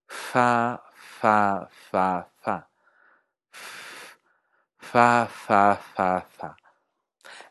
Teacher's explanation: se hace solo con los labios, sin los dientes, como va, pero sin sonido. · Term: fricativa bilabial sorda